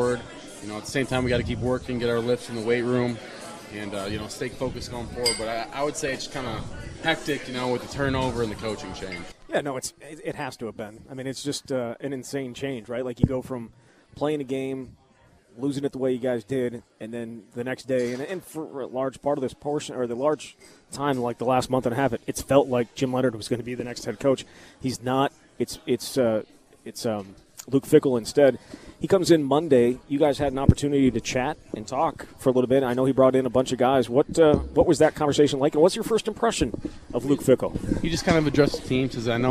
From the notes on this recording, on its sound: live from Monk's in Sun Prairie